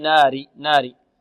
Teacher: كلمة ناري هذه فيها النون مرققة والراء مرققة